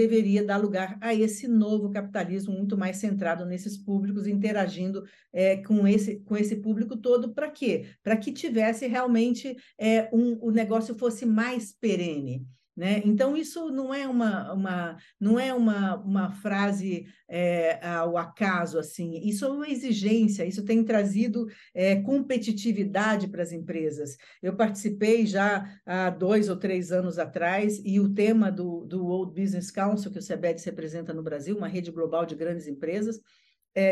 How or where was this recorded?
video call